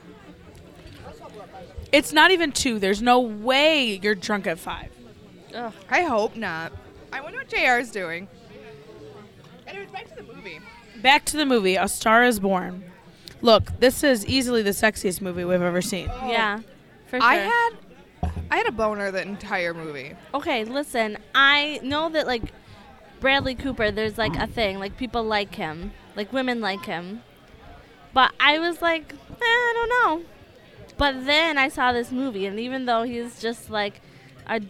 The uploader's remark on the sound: Live at Applebees